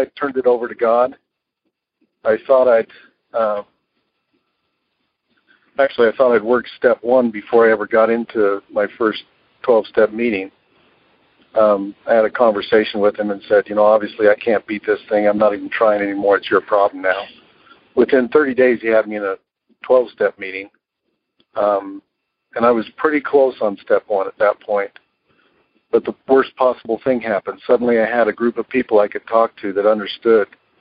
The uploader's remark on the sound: Monday Noon Phone Speakers Series